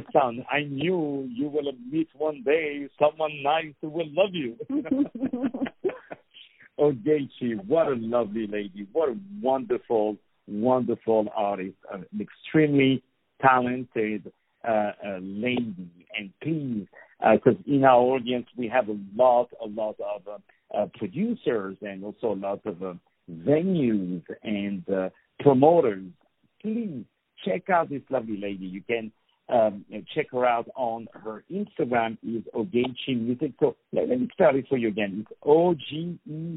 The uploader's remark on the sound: On the phone